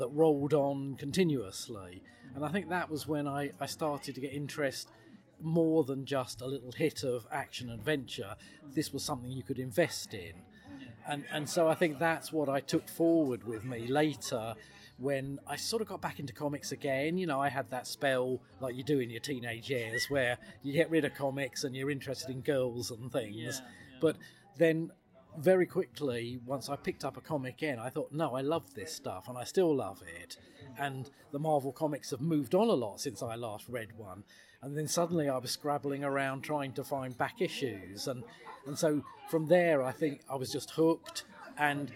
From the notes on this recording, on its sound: a small Transformers Convention called TFUKCon in Birmingham, England